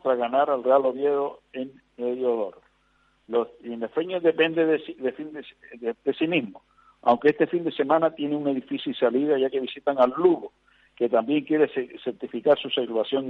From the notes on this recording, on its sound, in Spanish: Cuenta con la importante participación de los oyentes que llaman por teléfono para denunciar casos significativos o para alertarnos de noticias que suceden al instante. También se suelen recibir algunas llamadas de canarios u otras personas residentes en la geografía peninsular y en distintos países extranjeros que nos escuchan a través de Internet.